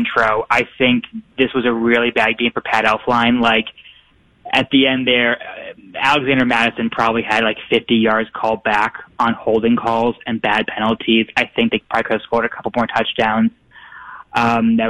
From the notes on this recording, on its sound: take your phone calls